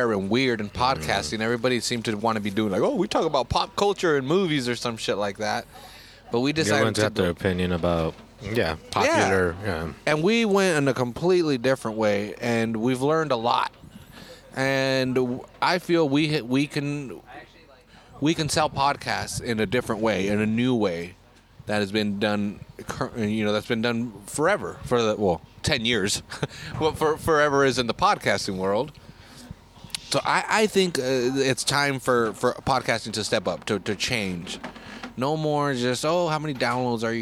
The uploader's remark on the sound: go to Alvarado Street to drink a record a podcast